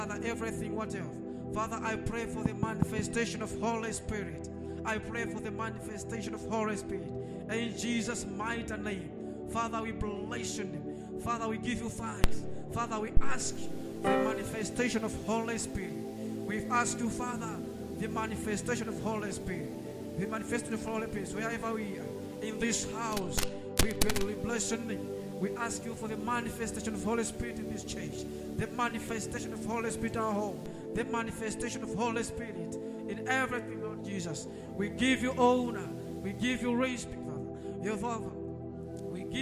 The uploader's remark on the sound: Sunday Live Service - Service dominical en direct